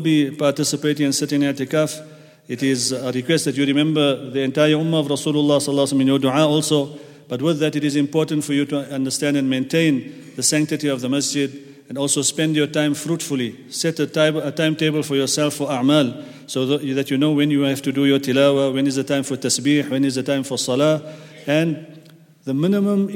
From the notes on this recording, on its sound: at the Houghton Masjid (West Street)